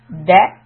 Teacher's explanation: So we are going to place the tongue close to makhraj for da. So when I say da, we feel that the tip of the tongue is hitting the back of the front teeth.